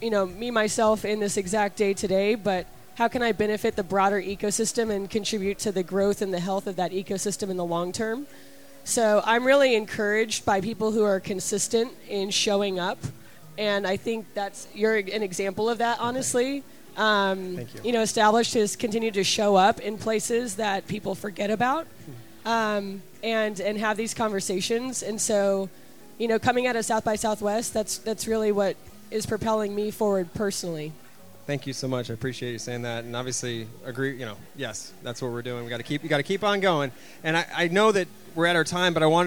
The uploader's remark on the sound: We hear a panel discussion that took place at the Established Lounge during SXSW with members from our partner for the event, Launch Tennessee.